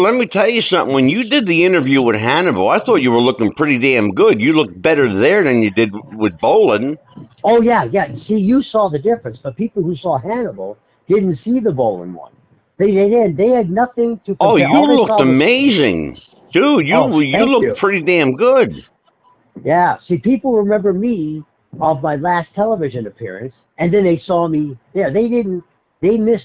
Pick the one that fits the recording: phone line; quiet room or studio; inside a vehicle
phone line